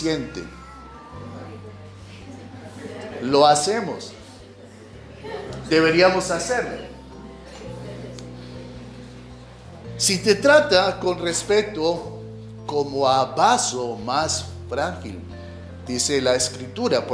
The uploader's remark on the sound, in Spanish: En este episodio grabado en vivo